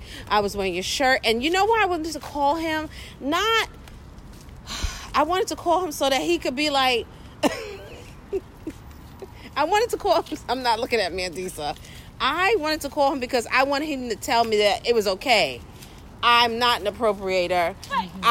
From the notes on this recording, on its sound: Walking along the streets of gentrified Bed-Stuy after a disappointing meal at a local spot…